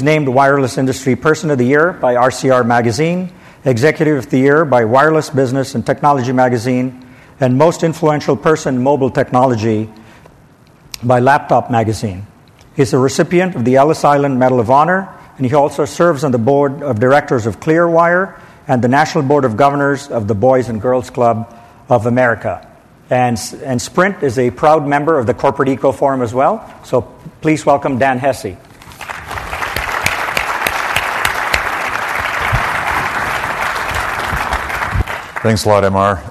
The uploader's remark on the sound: This program was recorded in front of a live audience in San Francisco on June 8, 2010